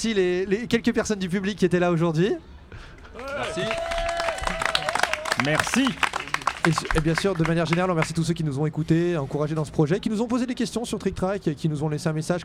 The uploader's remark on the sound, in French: en direct de Paris est Ludique